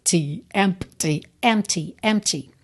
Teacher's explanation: Você reparou que o P é completamente mudo